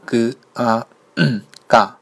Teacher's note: 元音的啊，第一个最基础的元音，第一个就是读 g aga，嗯，类似于嘎音，但是呢，很多人习惯性的会读嘎嘎，这样读的话，你在句子当中呢很难区分的和松音，所以说你呃紧音的话理解成四声也可以，读重一点啊